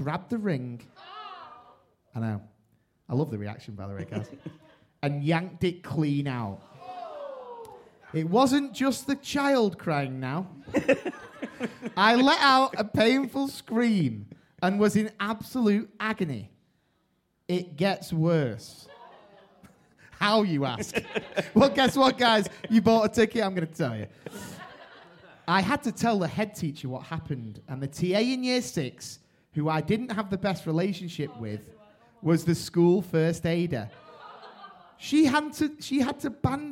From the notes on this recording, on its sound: We have kicked off the new season with a special LIVE Podcast Episode we recording on Friday 3rd September as part of the London Podcast Festival. A massive thank you to everyone who came along or tuned.